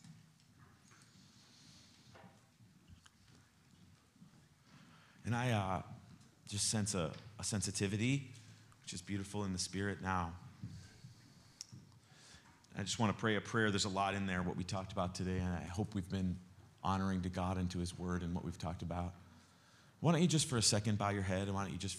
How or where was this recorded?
large echoing room